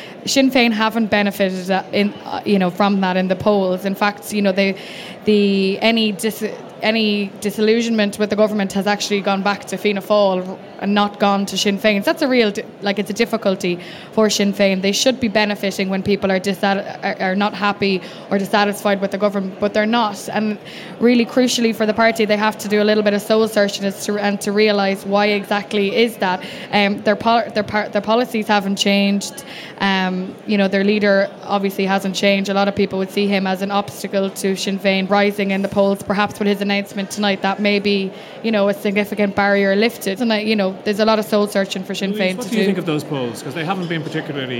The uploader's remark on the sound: Live at the Sinn Féin Ard Fheis. Inside Politics returned to the RDS on Saturday for the final stop on our tour of party conferences.